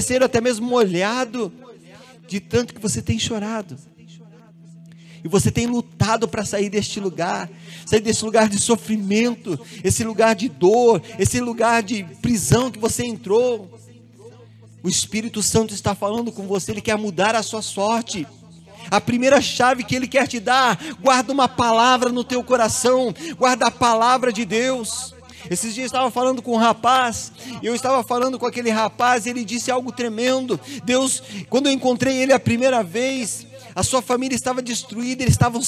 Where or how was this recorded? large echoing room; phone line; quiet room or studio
large echoing room